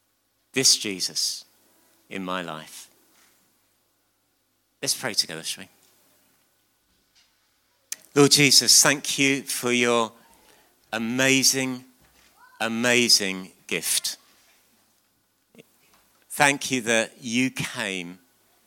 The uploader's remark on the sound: on 22nd December 2019 at King's Church, Cockermouth.